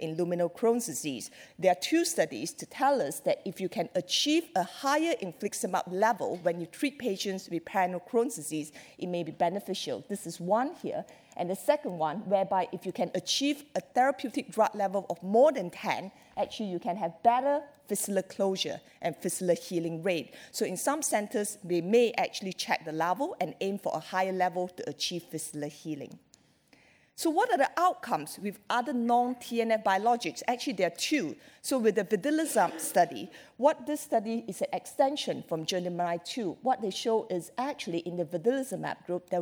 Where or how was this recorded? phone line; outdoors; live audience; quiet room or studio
live audience